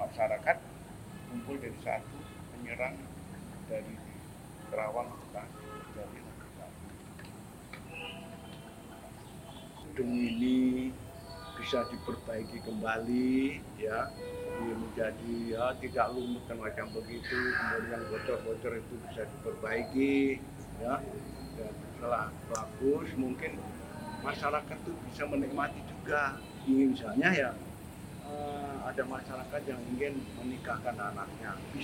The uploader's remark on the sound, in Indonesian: Wawancara di Museum gedung juang bekasi tahun 2016. (Mohon Maaf Gunakan Headset) Suara kurang jelas.